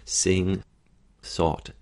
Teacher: we want to think a little bit more lip spread, so it's a bright forward S